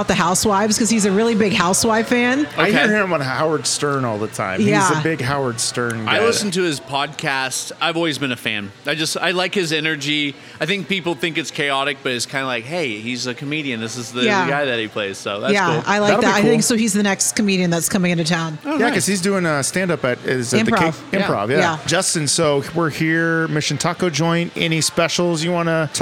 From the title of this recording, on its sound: MISSION TACO JOINT-PARK PLACE! On Location!